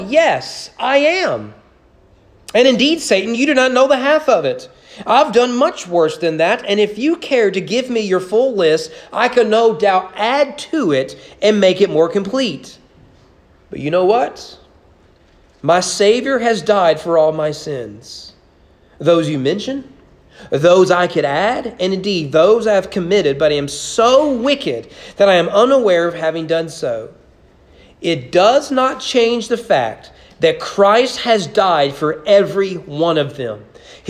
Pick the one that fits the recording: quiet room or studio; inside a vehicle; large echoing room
large echoing room